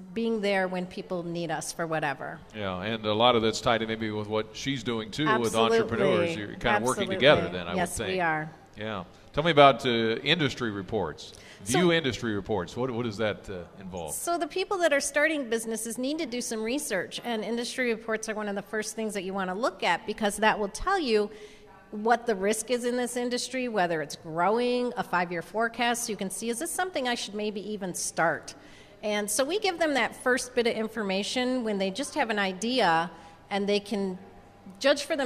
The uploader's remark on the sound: Live at The Champaign Public Library this morning for National Library Week. Live at The Champaign Public Library this morning for National Library Week.